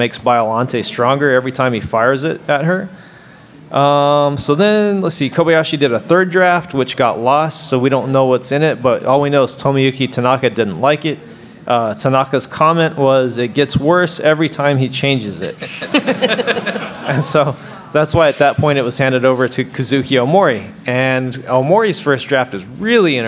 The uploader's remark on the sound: KT Live at G-Fest 2019